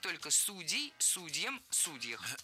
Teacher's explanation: Раньше оба ударения были допустимы, но сейчас выбор сделан, и актуален только вариант «судей» с ударением на корне